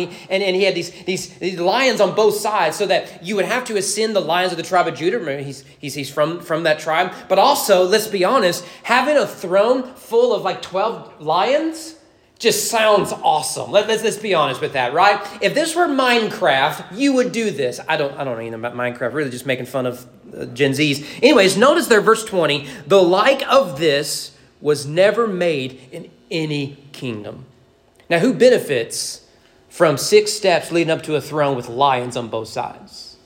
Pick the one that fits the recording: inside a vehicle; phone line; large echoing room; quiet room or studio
large echoing room